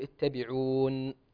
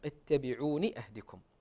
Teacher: ننبه على كلمة اتبعوني، كما تشاهدون إخواني في المصحف أن النون ليس فيها ياء، فإذا وقف الإنسان عليها يقول اتبعون، وإذا وصل فإنه يصل بالكسر